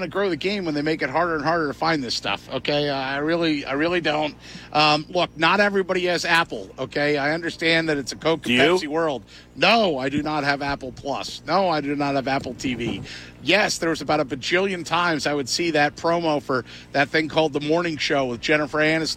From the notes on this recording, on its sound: the full show live at the Shoprite LPGA Classic